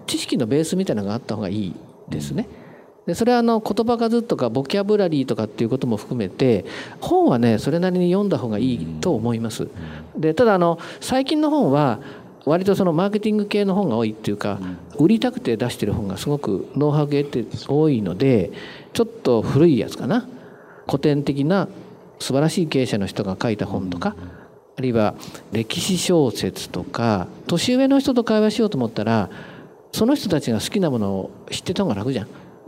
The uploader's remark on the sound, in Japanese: 大阪公開収録。